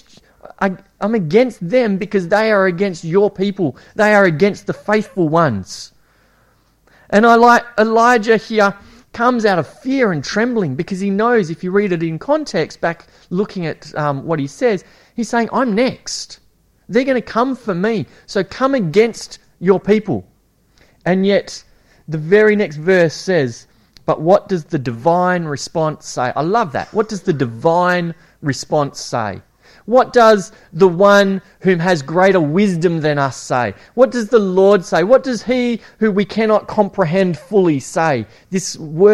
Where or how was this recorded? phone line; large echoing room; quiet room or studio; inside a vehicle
large echoing room